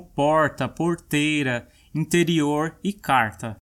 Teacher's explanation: as pessoas usam bastante o R retroflexo, que é esse som de R que a gente reproduz com a língua levemente inclinada